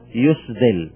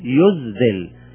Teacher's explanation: والإبدال أعني إبدال الزاء من السين جائز · Shown in: second take